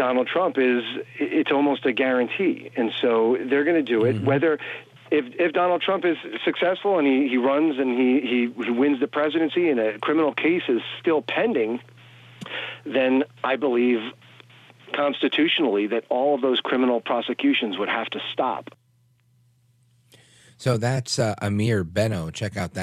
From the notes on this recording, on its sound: your calls in open phones across America